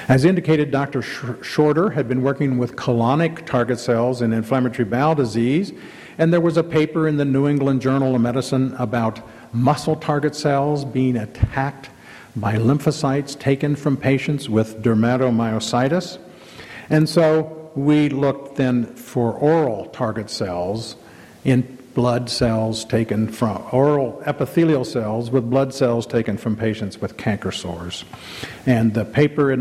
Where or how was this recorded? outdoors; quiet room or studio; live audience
live audience